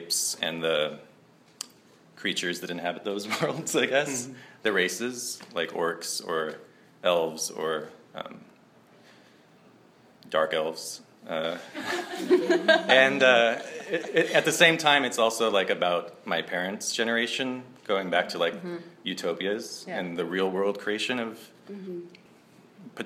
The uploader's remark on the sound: This episode of IRL was recorded live at the Poetic Research Bureau in Chinatown, Los Angeles.